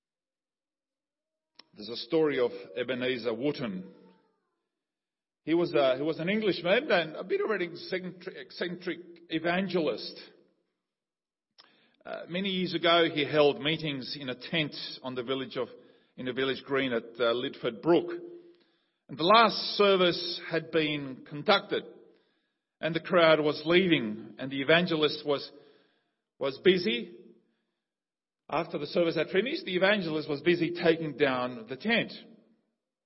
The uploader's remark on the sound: Sermon audio from Liverpool Baptist Church's morning services.